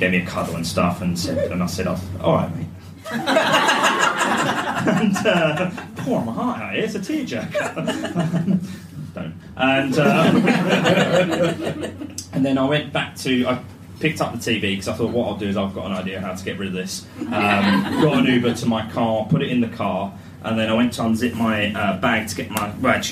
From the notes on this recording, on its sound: The REST of the live show from a few weeks ago.